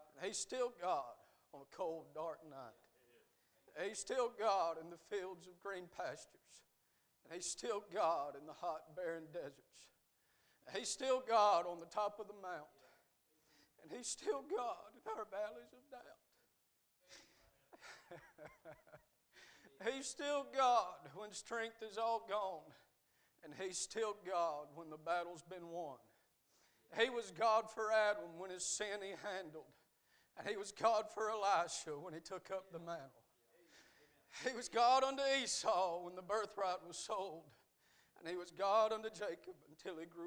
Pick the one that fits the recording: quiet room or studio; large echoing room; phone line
large echoing room